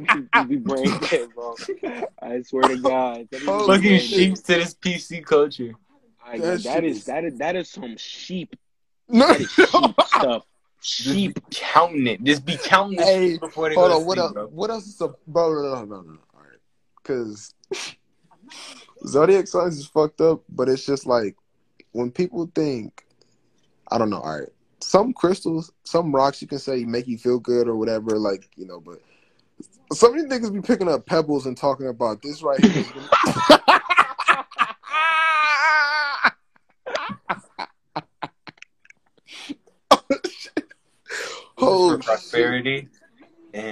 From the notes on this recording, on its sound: hopped on Instagram live